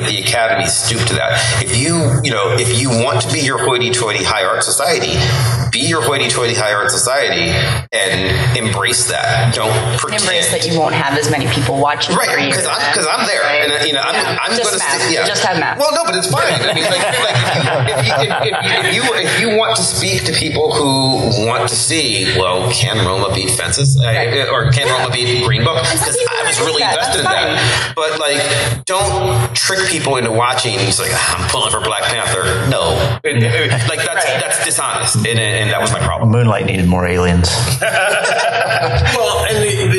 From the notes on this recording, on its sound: Live from Wizard World Pittsburgh!